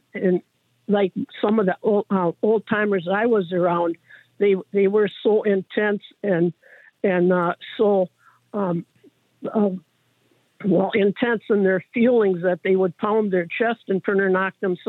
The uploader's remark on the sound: we take your calls in open phones across America